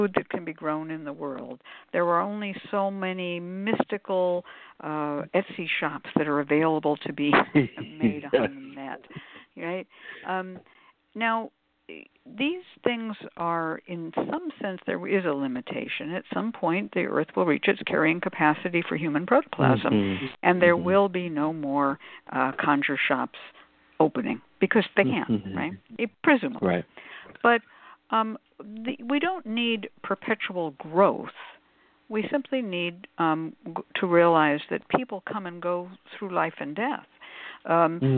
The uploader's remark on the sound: The Lucky Mojo Hoodoo Rootwork Hour is a real, live call-in show.